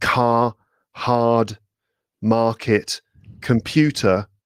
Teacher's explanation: with British English, that R, it doesn't really get rounded